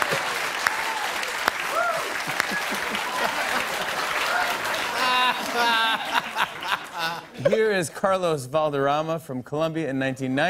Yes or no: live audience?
yes